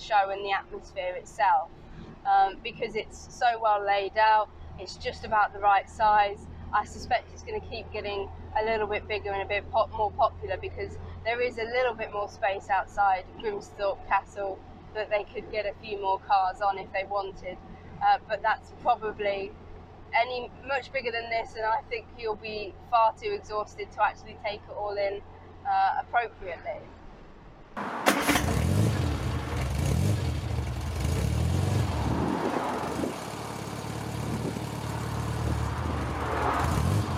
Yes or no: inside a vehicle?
yes